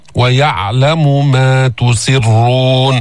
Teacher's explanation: بعد أن تأتي بالسين مكسورة انتقل إلى الراء المفخمة لأنها مضمومة، تسرون مضمومة مشددة كمان، ما تفرفرها، لا تكرر الراء سواء كانت مشددة أو غير مشددة، ولكن قد تتكرر مع بعض القراء أو مع بعض الناس حين تكون مشددة فينبغي إخفاء تكريرها.